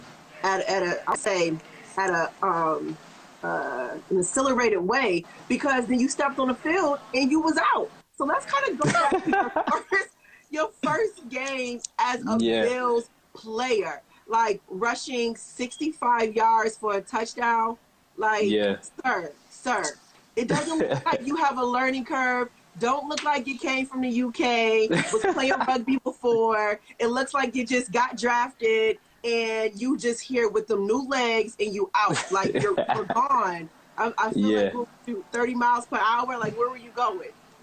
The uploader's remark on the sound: Instagram Live